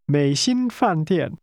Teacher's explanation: That's a falling, rising tone, a high-level tone, and two falling tones.